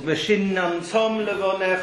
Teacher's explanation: V'shin nam tom levonech, or the dogish in the first nun. So it lengthens the nun slightly. There's no stress on it. The stress is on the tom.